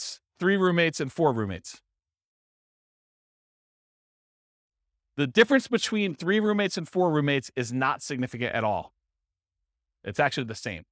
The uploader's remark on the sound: This was a live class recorded